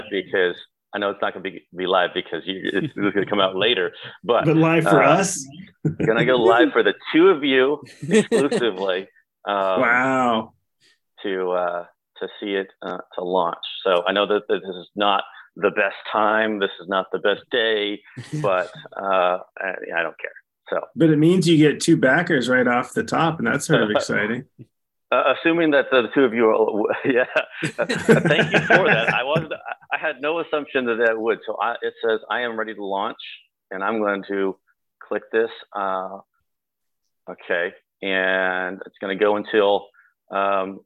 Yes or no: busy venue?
no